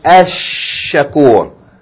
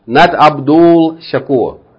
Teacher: you're not going to pronounce this L. But you're going to go straight to the Sheen, doubling it. · Shown in: first take · You're going to double it. · Term: sun letter